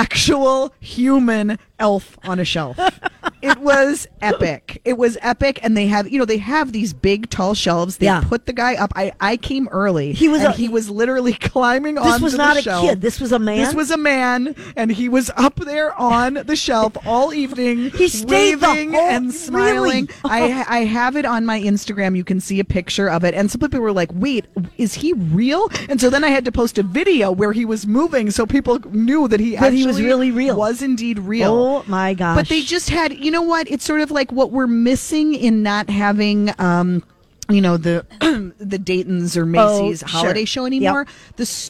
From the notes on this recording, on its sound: broadcasting live at AAA Minneapolis Travel